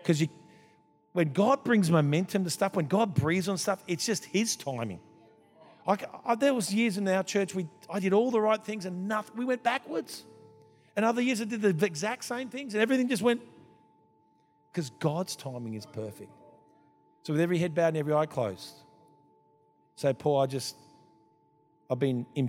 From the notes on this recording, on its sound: This was recorded in our 5pm service